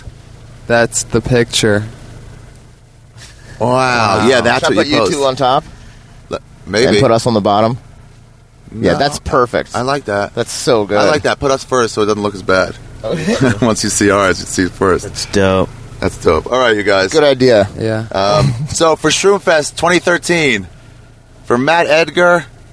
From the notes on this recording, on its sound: We drove out to Joshua Tree, ate some shrooms, and wandered out into the wilderness. Is probably the first podcast recorded at Joshua Tree National Park.